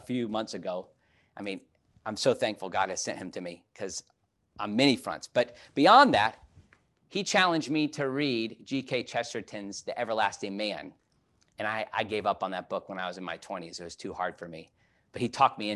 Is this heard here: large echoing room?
yes